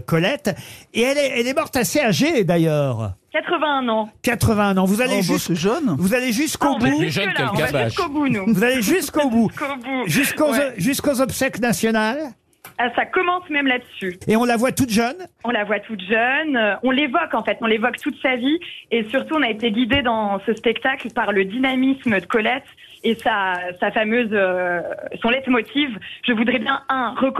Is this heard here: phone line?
yes